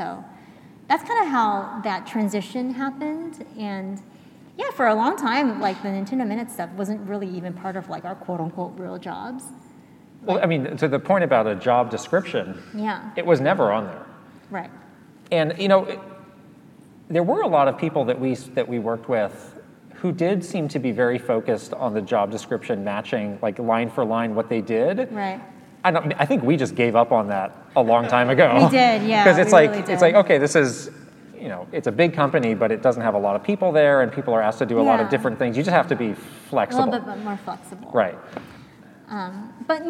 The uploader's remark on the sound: LIVE from PAX West 2022. To do it at a live show with some of you in person was absolutely amazing. We also answer some of your questions live. Answering live questions from our amazing PAX audience. Here are the questions asked, in case you have any trouble hearing them!